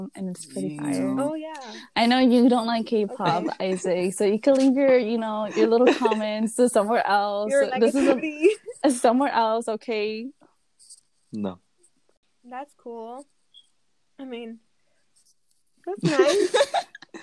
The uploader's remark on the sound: It’s a sucky the app I use to “run” this podcast. Heads up the audio is also a mess.